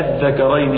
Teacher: يجب عليه على من هذا الطريق في هذا الوجه ان يبدل الهمزة الثانية مدا لازما